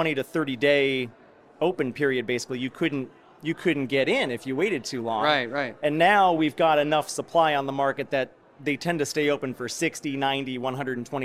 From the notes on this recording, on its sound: Live At IPAVision 2022.